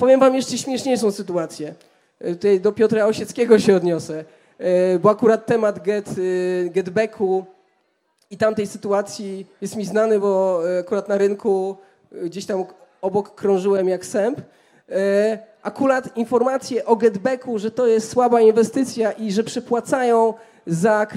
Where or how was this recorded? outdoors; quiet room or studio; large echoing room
large echoing room